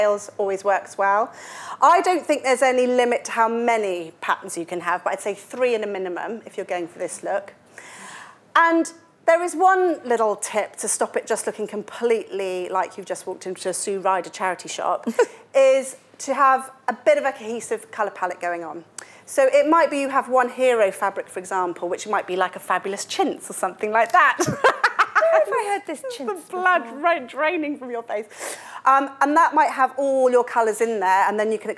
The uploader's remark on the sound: Live from Dublin!